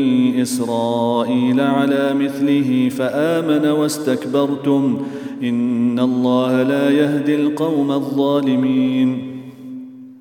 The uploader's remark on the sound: at the Houghton Masjid (West Street)